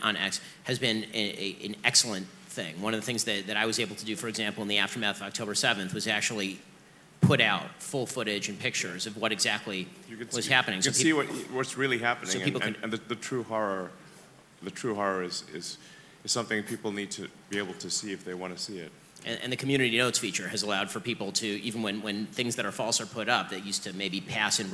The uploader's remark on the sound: interview from inside the conference